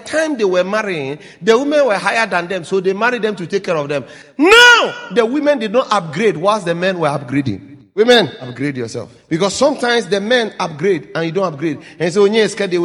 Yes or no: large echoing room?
yes